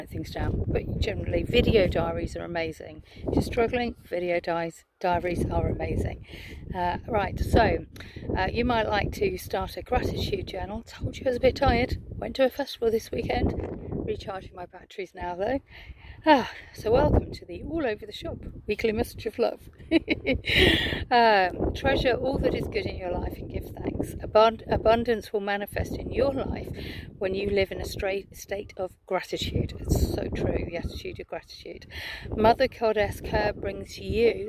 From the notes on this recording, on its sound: Taking some beautiful rest time in nature this week, so this weeks video comes to you from a beautiful vista.